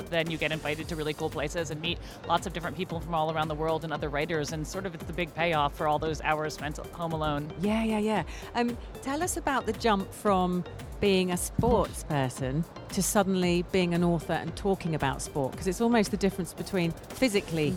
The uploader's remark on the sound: Live from SIBF 2023